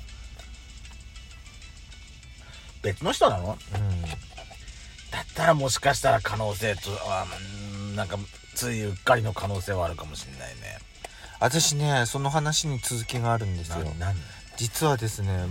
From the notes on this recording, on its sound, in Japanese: スタバのいちごフラペチーノを口実に収録してます。2人組。パーキング収録。